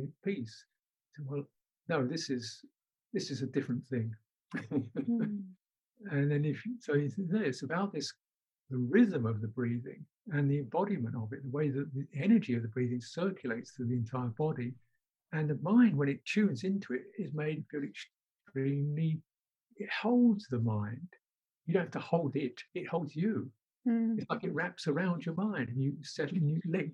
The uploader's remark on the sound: The interview took place over Zoom between the 2nd and 3rd lockdown in the UK. Voice is not great for some reason, however we have done our best to maximize playback quality.